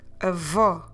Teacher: Now I want you to open your mouth so we can pronounce an open O.